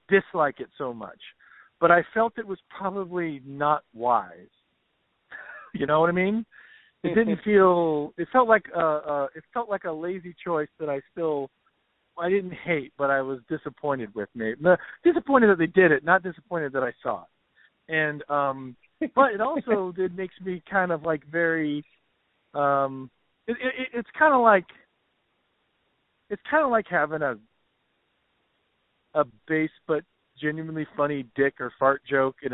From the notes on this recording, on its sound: have a "quick" phone call